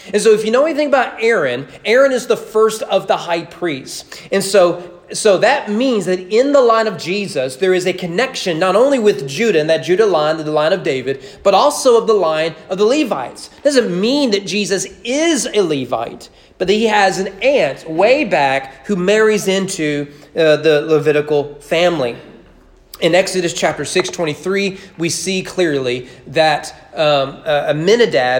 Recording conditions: large echoing room